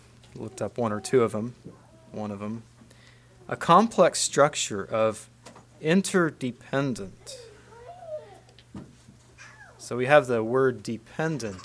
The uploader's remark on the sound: Message preached at Word of Hope on November 26, 2023